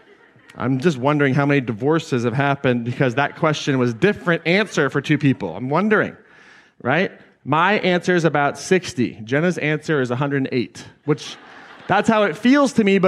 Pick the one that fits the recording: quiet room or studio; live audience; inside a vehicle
live audience